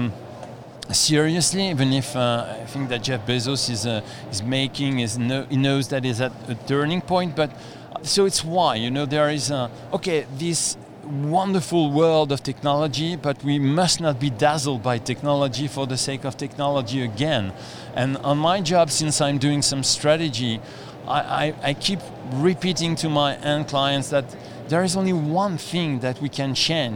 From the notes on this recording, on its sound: here is a podcast recording we made at the event